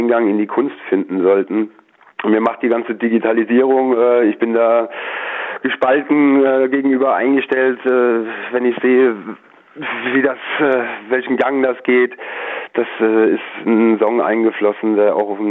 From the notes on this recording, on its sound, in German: Goldene Krone (Kneipe). Die GIGparade ist das Live-Konzert Magazin von Radio Darmstadt für die regionale Musik- und Kultur-Szene Darmstadts. Werden die Musiker und Künstler per Telefon direkt in die Sendung zum (Live-)Interview hinzu geschaltet.